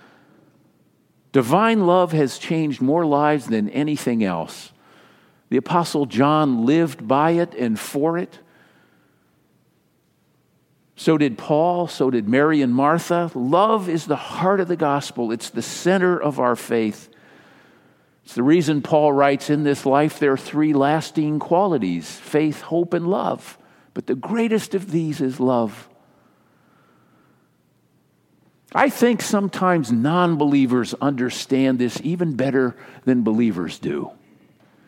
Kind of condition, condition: setting, large echoing room